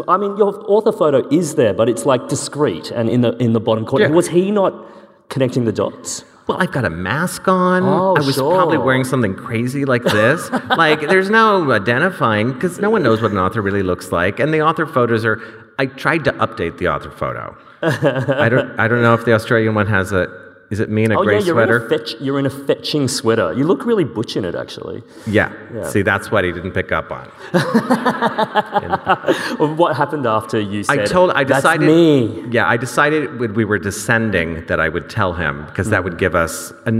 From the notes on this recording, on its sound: This event was recorded on Wednesday 9 November 2022 at The Capitol as part of the Wheeler Centre’s Spring Fling: A Short Series of Big Ideas program.